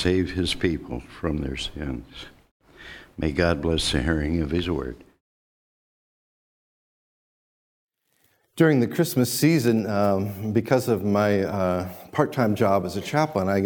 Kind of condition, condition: setting, large echoing room